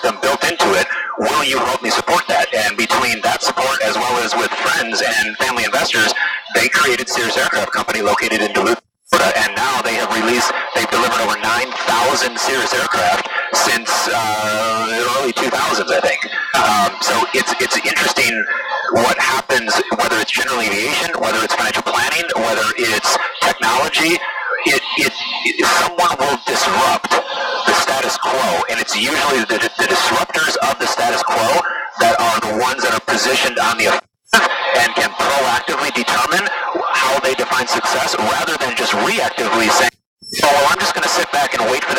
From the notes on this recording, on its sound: recorded in flight